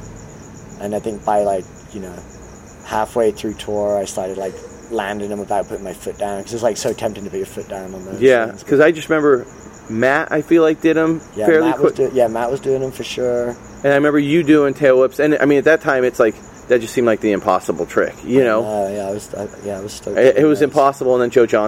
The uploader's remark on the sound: sat outside his shop 'Hunt & Gather' in San Diego